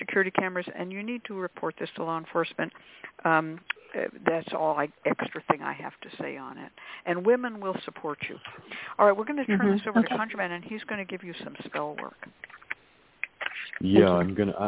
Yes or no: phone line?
yes